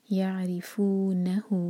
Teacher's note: یعرفونہ، سکون کے بعد را تو ری پر زور دیا جائے گا اور ری باریک پڑھی جائے گی، را کے نیچے کسرہ ہے.